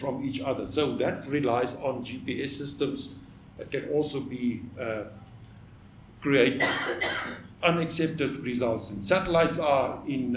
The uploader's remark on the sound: The 3rd of the ScopeX 2018 public lectures.